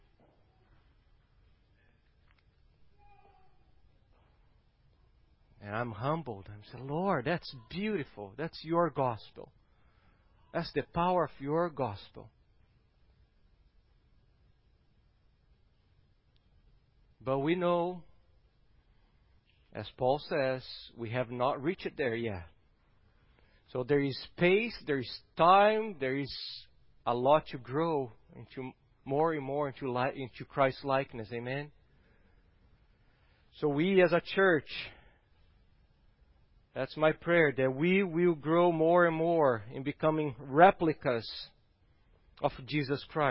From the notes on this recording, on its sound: at Gracious Cross Reformed Church Salem on Sunday, November 22nd, 2020